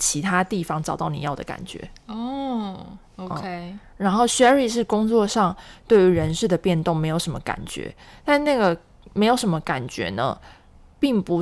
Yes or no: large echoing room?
no